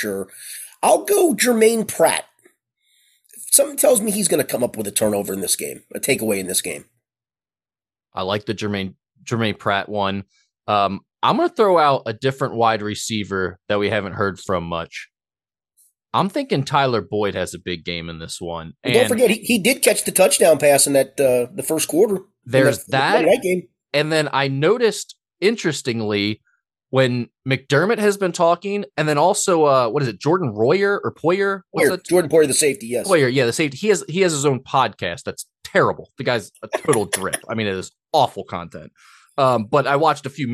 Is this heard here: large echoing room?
no